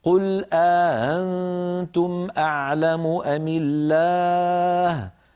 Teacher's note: قالون رحمه الله رواها عن نافع بإدخال ألف بين الهمزتين مع تسهيل الهمزة الثانية هكذا قل أأنتم أأنتم، الهمزة الثانية لا تكون محققة، ليست أأنتم وإنما تكون بين الهمزة والألف